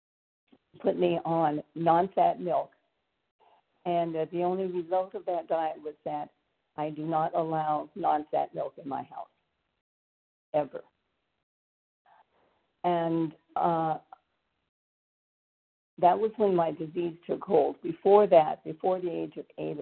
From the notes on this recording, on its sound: from the 100 Pounders Phone Meeting, 2/21/24.